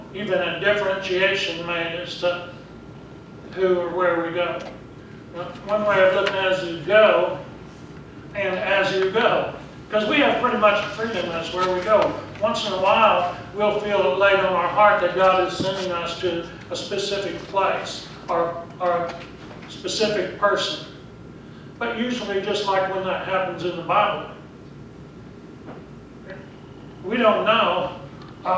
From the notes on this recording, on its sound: Preached at Briensburg UMC on October 6, 2019